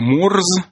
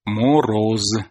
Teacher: сочетание «торт» через вставку гласного типа шва после плавного дало полногласие «торот». Ну, например, прославянская форма «морз» дало в древнерусском «мороз».